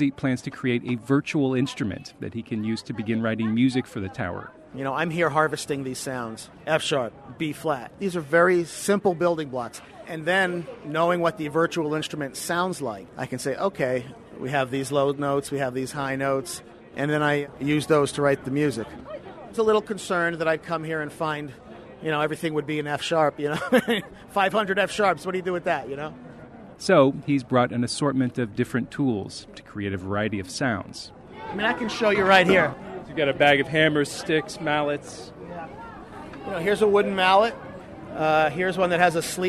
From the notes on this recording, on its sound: He's banging the struts, bolts and girders and recording the results. Met up with the composer and his recording team on top of the Paris landmark.